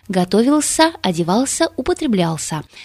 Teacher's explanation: В возвратных глаголах звучало твердое «с».